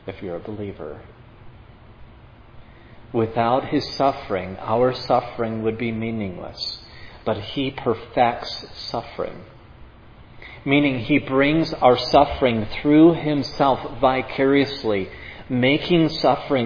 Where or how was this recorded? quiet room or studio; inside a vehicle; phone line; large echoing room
large echoing room